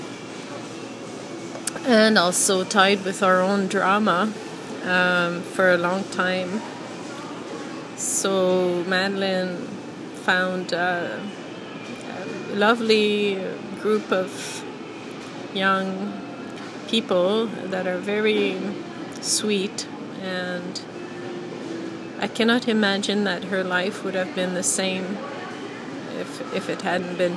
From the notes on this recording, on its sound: I think I was at the grocery store when I recorded this. I don't usually like recording in public but it's so loud there that I didn't feel too obvious recording in my phone.